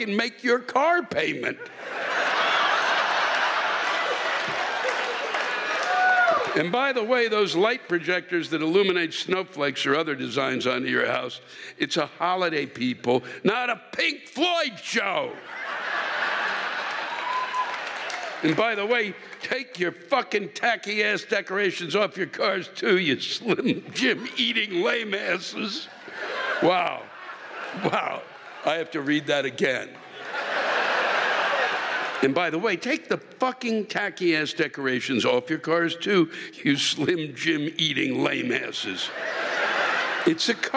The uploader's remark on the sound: The live rants come from the shows in Cincinnati and Akron OH